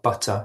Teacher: having that kind of what's called a glottal stop in a word like butter, so butter instead of butter, that's a really common, often stigmatized sound.